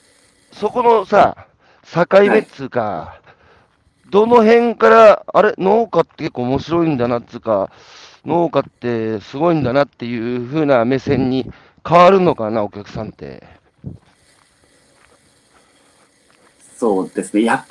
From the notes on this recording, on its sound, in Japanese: 歩くラジオ。歩きながら1時間、対談する。